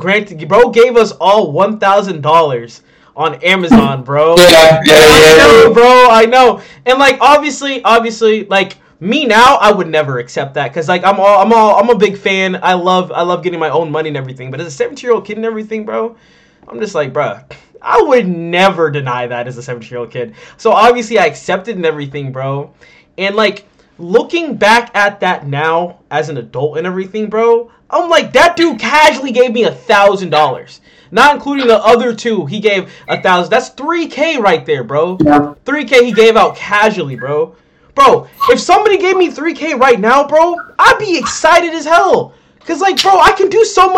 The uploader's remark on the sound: This audio in this podcast was pretty messed up